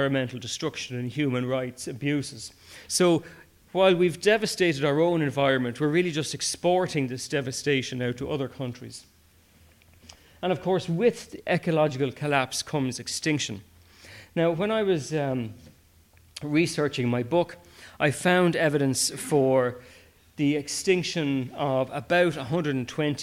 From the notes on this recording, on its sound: I have brought you a recording of a live talk. The Kildare branch of BirdWatch Ireland. They weren’t planning to stream or even record it.